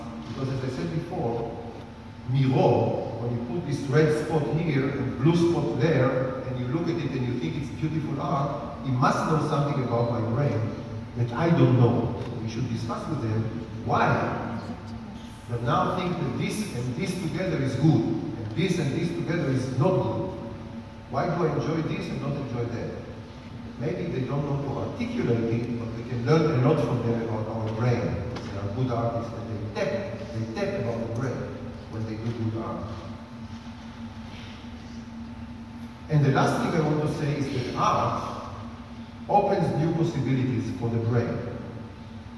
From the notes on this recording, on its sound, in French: Conférence "Art & Cerveau" à Nice. Diffusion de quelques extraits de la conférence "Art & Cerveau" organisée par l'UHJ France.